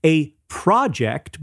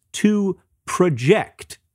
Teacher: the noun has the stress on the first syllable, and the verb has the stress on the second syllable